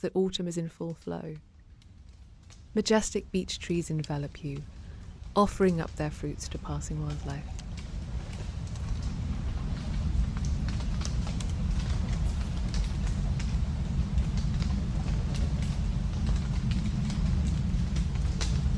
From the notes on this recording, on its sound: Relax to the crackle of falling beechnuts in an autumn woodland. As the fluttering of pigeons' wings loosen the last beech nuts of the season, you stand under a gentle shower of nature’s crackles and pops.